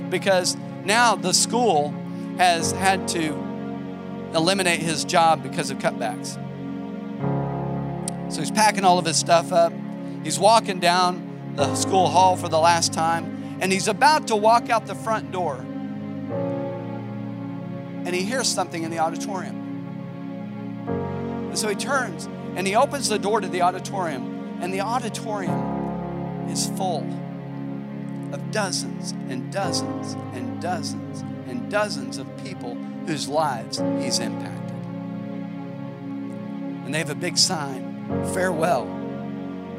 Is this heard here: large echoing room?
yes